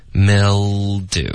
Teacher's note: mil 音节结尾呢是舌尖顶上颚发一个 L 的音